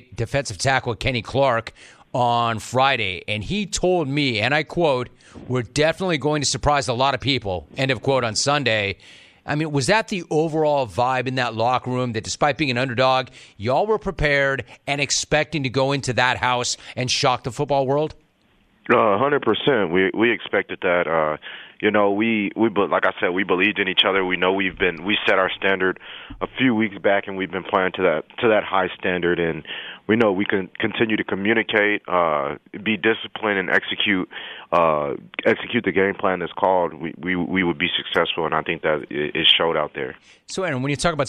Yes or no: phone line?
yes